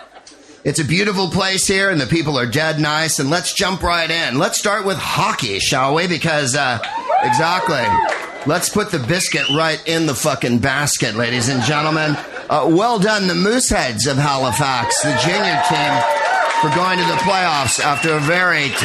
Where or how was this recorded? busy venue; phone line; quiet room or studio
busy venue